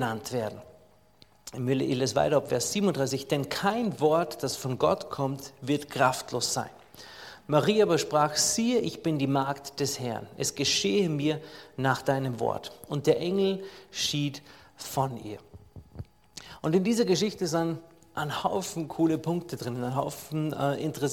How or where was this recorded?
large echoing room